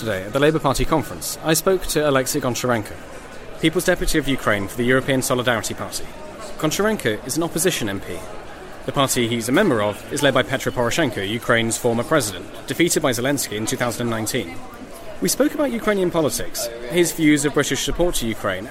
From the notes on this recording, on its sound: we go live to the Labour Party conference in Liverpool